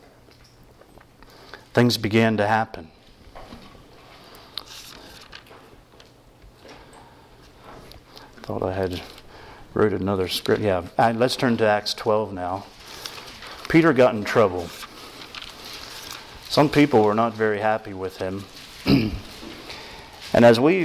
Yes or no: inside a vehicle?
no